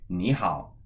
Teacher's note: But when we say ni hao, it's pronounced like a second tone and a third tone. Ni hao, rising and then low and flat